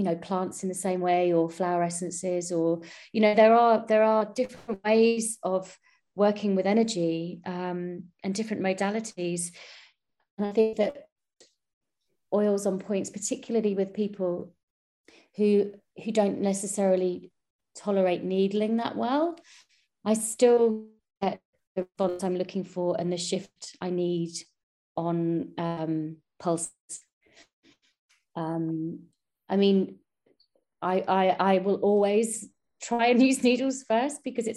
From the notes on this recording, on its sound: The Sound is a little glitchy due to some Wifi issues in recording